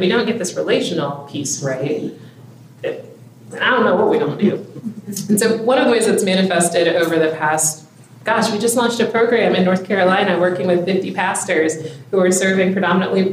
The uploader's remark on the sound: This special episode (Part 2) continues a panel discussion at the first-ever Rural Women’s Summit, presented by the National Rural Assembly.